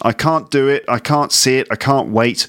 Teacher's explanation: In all of those examples, the T in can't disappears, doesn't it? Now, it's quite normal for T and D sounds to be lost when they're followed by another T or D sound, or maybe another consonant.